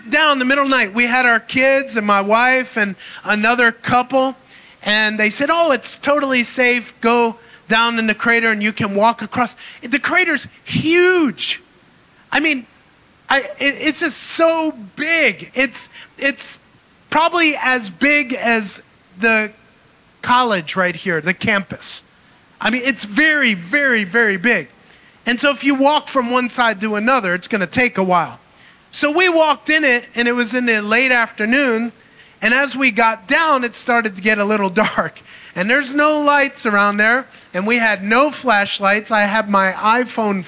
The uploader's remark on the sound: Recorded in Maranatha Family Church Kabacan, North Cotabato, Philippines.